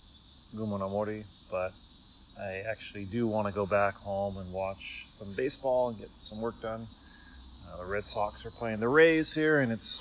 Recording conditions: sounds in the background